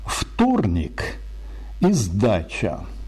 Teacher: Если вы произнесли в начале слова «вторник» звук «ф», а в начале слова «сдача» звук «з», то у вас благородный устный русский. А если в первом слове прозвучал звук «в», а во втором слове звук «с», то у вас некультурный русский язык. · Term: Закон уподобления